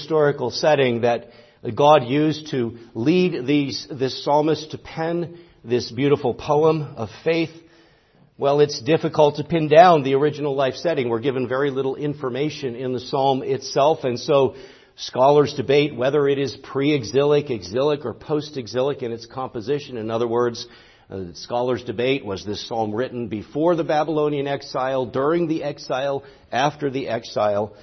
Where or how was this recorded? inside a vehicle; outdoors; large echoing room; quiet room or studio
large echoing room